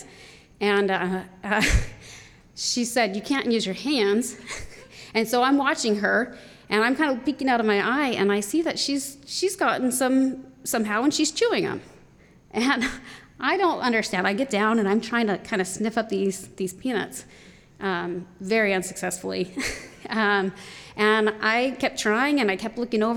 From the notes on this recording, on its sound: told live on stage and without notes